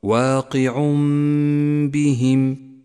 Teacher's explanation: تعالى وظنوا أنه واقع بهم واقع بهم التنوين وبعده حرف الباء يقلب التنوين إلى ميم إذا جاء بعده حرف الباء تحتاج هذه الميم إلى غنة زمنها حركتان · Term: الإقلاب